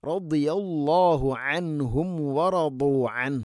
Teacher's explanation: رضي ورضوا രണ്ടിനും ദ്വാദ്. ദ്വാദ് ഉച്ചരിക്കുന്ന സമയത്ത് നാവിൻ്റെ ഏതെങ്കിലും ഒരു സൈഡ് അണപ്പല്ലുകളോട് ചേർന്ന് നിൽക്കുന്ന ഊരിൽ തട്ടി, നീളത്തിൽ തട്ടിക്കൊണ്ടായിരിക്കണം. അതേസമയം ദ്വാദ് ഹെവി ലെറ്ററാണ്, സ്വരഭാരത്തിൽ ഉച്ചരിക്കേണ്ട അക്ഷരവുമാണ്.